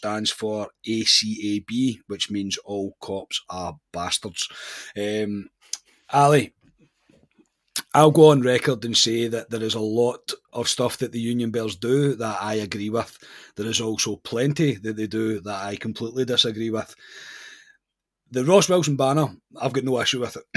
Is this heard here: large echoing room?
no